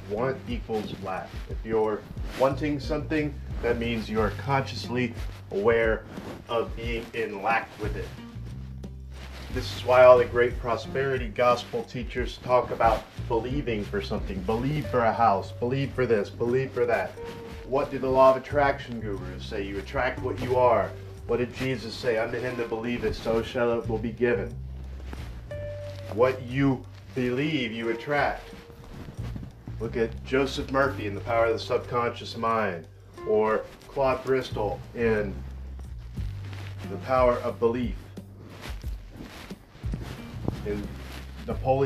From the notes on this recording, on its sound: Sorry for mic interference. Used airpods instead of lapel mic.